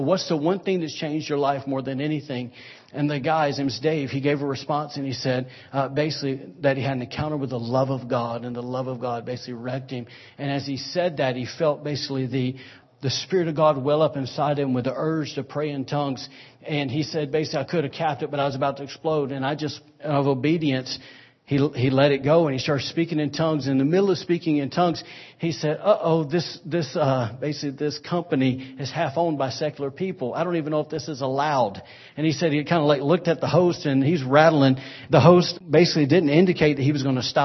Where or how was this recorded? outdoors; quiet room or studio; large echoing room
large echoing room